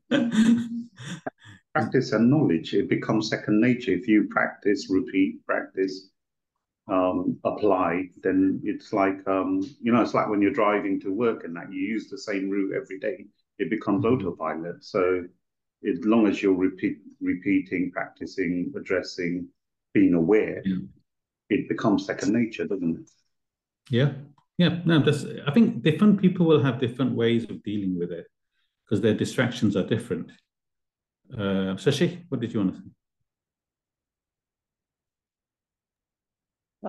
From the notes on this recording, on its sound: Class given virtually on the 14th of January 2024. A live recording of a Bhagavad Gita class given virtually.